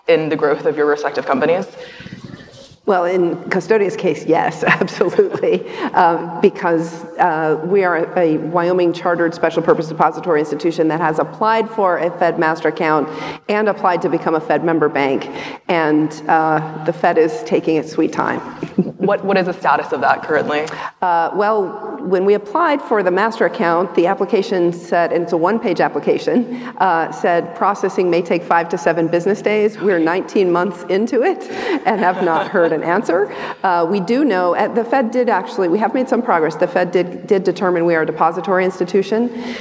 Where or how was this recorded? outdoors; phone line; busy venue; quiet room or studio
busy venue